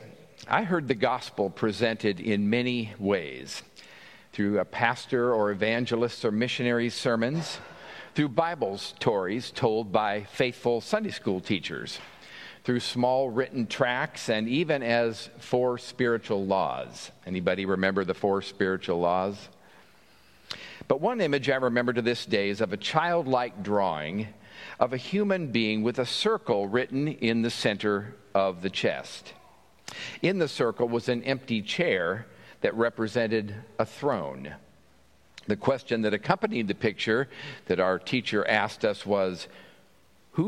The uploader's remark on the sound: At Pender's Traditional Service on Sunday August 24, 2023